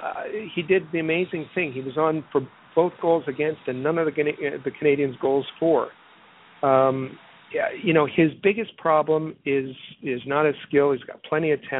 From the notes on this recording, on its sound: we take your phone calls